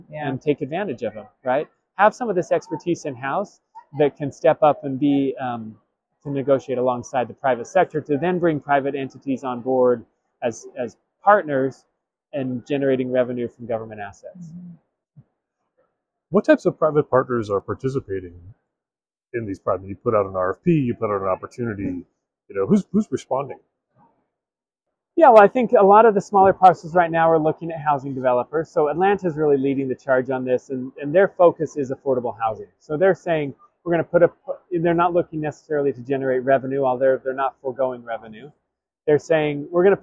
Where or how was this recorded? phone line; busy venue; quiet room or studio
busy venue